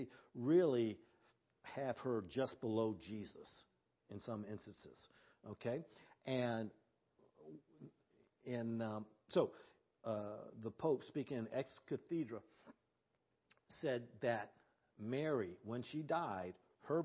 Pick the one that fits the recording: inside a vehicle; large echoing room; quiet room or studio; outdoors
large echoing room